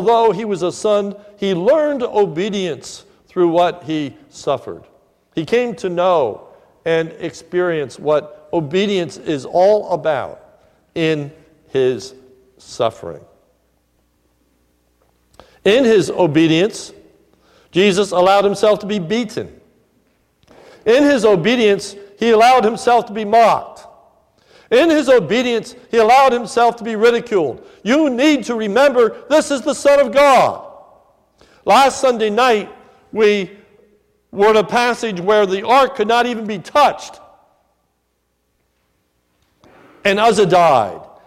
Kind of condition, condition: setting, large echoing room